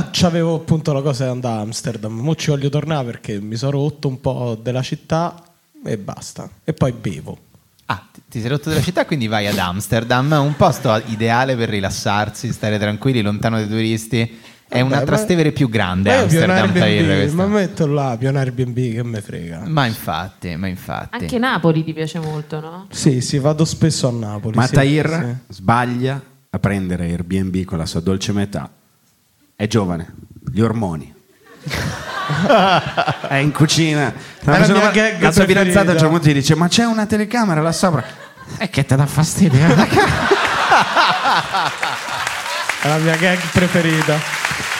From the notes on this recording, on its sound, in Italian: Live dal teatro Franco Parenti di Milano. Con gli aneddoti variegati del pubblico milanese, tra giovani lavoratori, studenti fuori sede e molto altro.